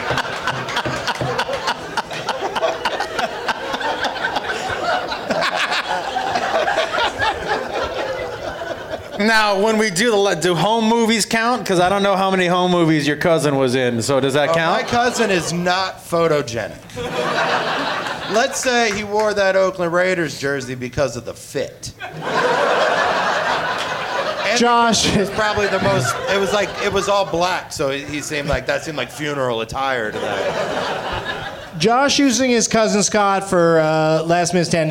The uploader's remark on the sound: Live from the Comedy Zone in Greenville, SC